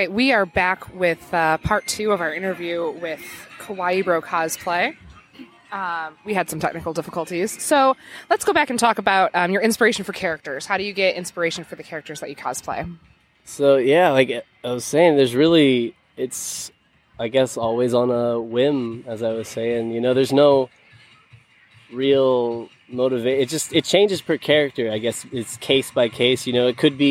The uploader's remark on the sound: Live at Cosplay Beach Party.